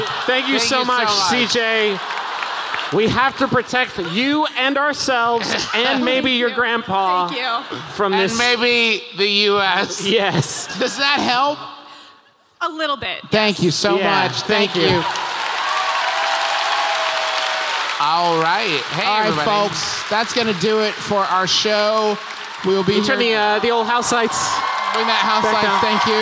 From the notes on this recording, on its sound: We've prepared for you one more live show -- this time, from Seattle's beautiful Paramount Theater!